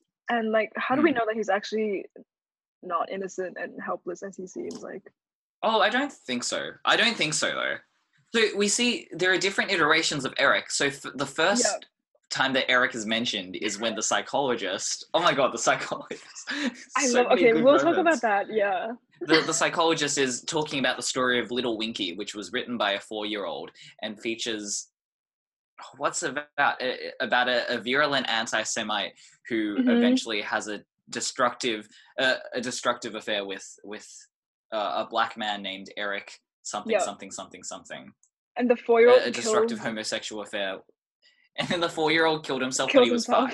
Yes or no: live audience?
no